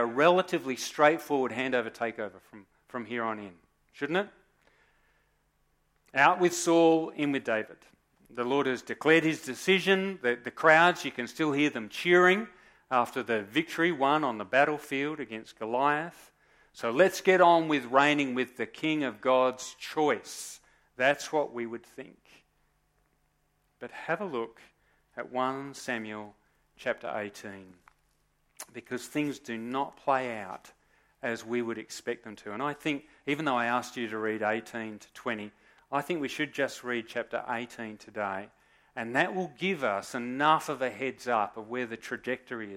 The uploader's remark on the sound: Recorded live at Morley Baptist Church